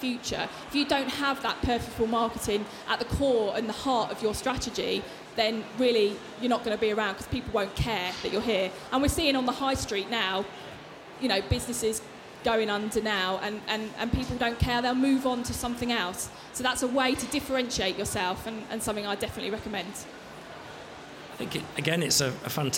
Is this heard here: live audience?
yes